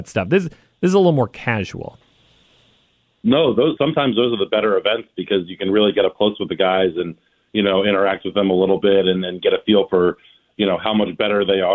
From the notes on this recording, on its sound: joined via the phone lines